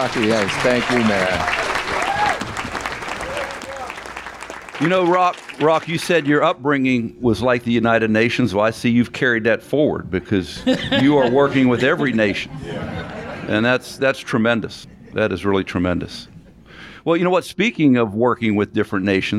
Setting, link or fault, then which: setting, busy venue